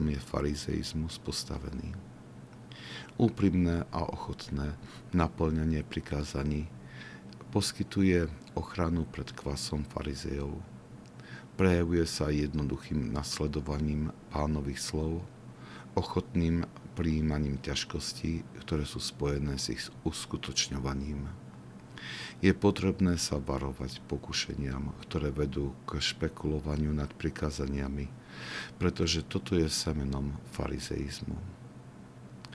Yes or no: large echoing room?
no